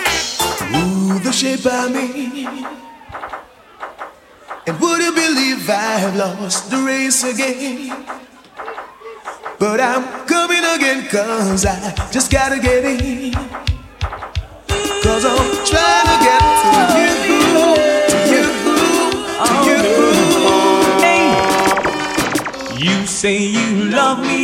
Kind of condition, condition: setting, busy venue